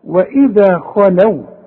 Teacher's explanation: شفت بقى الخاء المفخمة وبعدها لام مرققة